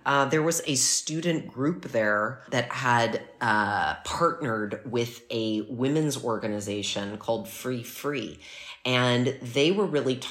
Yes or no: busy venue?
no